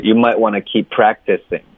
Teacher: 你的重音应该是 pra 而不是 keep